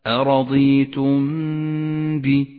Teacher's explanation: نخفي الميم بالباء ونقف على الميم بغنة زمنها حركتان · Term: الإخفاء الشفوي